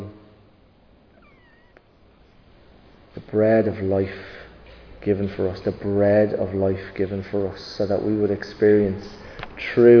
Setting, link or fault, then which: setting, large echoing room